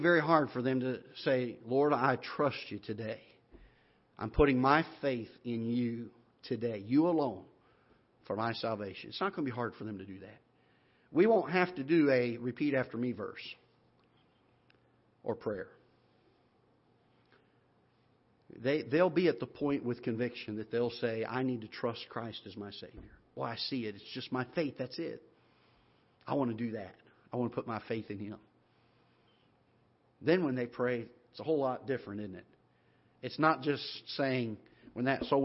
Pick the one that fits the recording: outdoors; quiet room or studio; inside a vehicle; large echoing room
large echoing room